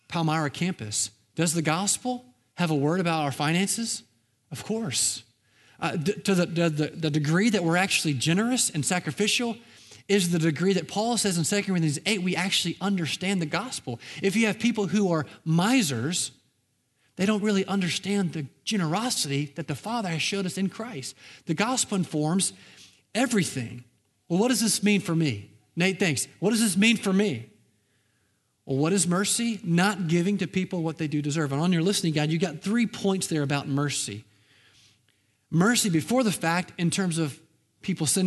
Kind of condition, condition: setting, large echoing room